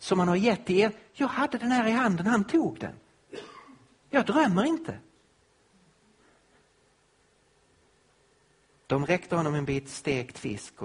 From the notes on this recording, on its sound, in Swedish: Inspelad på Apologiakonferensen på Fjällgården i Jönköping.